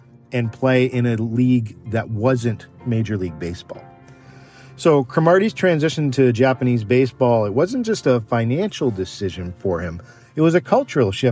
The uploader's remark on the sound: I recorded the episode in a car